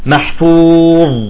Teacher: شلون الضاء طلعتها بدون قلقلة محفوظ ما نقول محفوظ تمام محفوظ بتم حاطط لسانك على أسنان محفوظ خلص انتهى وبتسكر عليها وبينتهي الصوت ولسانك بين الأسنان ما تقلقل أبدا